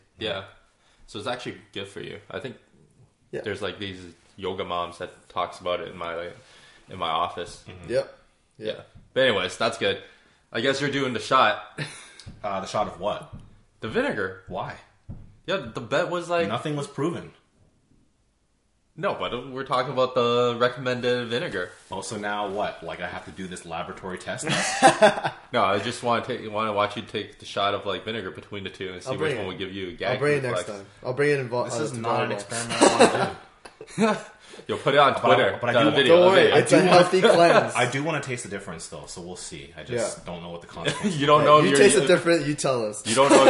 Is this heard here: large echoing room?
no